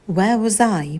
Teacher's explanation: И интонация идет вниз.